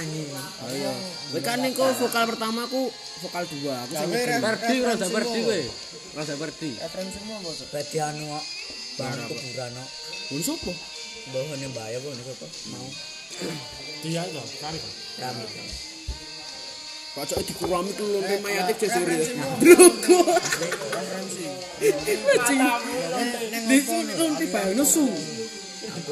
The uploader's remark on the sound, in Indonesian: Mohon Maaf kalau audio-nya kresek - kresek